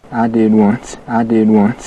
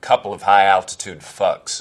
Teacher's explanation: Gyllenhaal nails his Wyoming accent here. Listen to the vowel in one and once, how it's all the way back in his mouth.